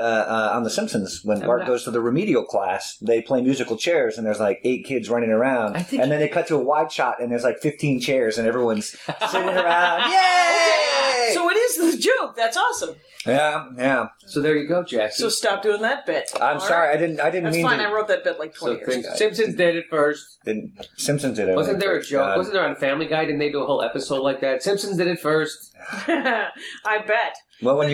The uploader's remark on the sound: Sound note: I don't think the sound taped through the board, it came right out of the ZOOM. There is a lot of chewing going and my phone rang twice during the show and I weeded off for more coffee.